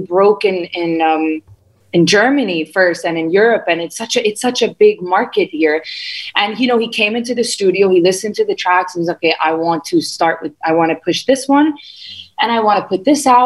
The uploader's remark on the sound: over zoom